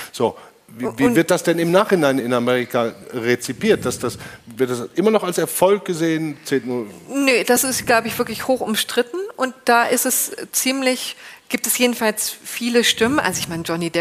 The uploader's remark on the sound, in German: Live aus der Ludwig-Maximilians-Universität in München. Vor rund Hundert LMU-Studierenden.